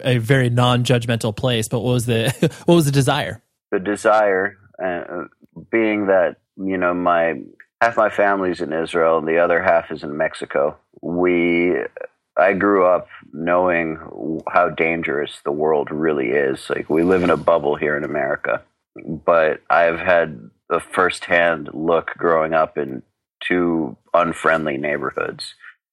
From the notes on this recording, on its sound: One afternoon I hopped on the phone with an old friend